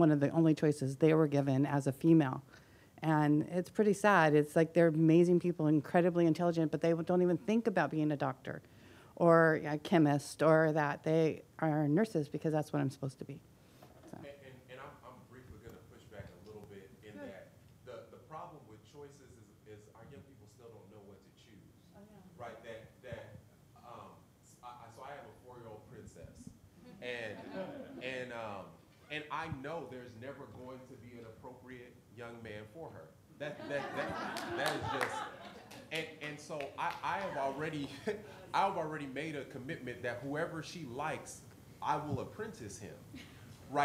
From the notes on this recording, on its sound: 2017 AASLH Annual Meeting Session Recording Recorded in Austin, TX September 7, 2017